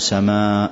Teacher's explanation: فنمد سماء ونضع ألف مضاعف، نضع ألف مضاعفة بعدها فنقول سماء، فما نزيد في المد كثيرا كما سيأتي. · Term: المد المتصل